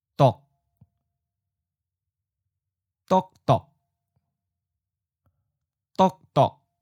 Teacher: Mid stop changes to high stop · Term: fourth tone changes